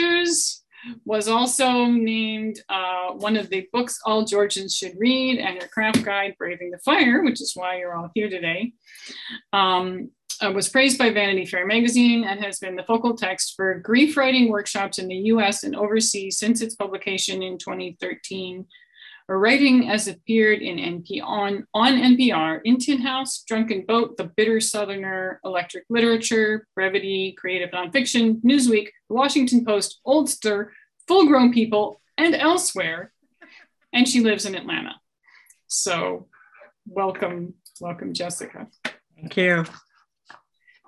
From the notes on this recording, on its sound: Here is the audio from my online conversation with author. The Zoom recording of my conversation. Thanks to everyone who tuned in live.